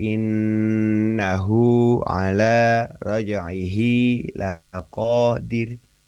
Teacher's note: innahu bunyinya dibaca panjang, dua harokat